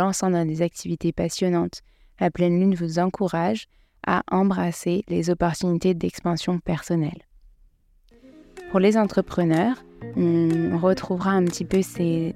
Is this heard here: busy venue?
no